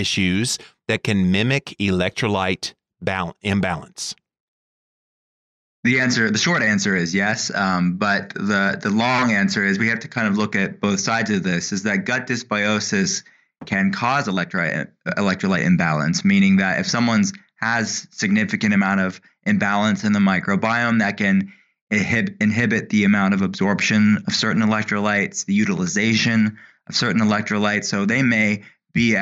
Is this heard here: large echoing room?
no